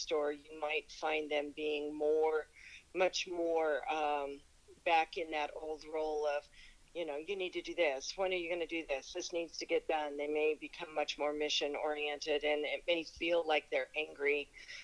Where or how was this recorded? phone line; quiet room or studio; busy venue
phone line